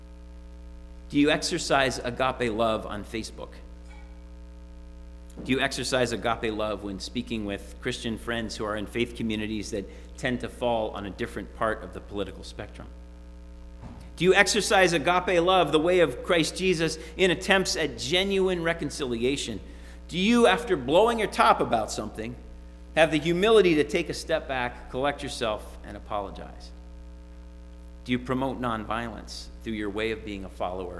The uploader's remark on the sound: Sermon preached at RCHP on January 30, 2022.